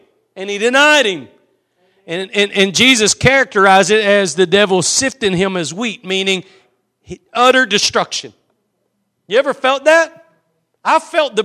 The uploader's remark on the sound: Preached at Gospel Lighthouse in Bossier City, La.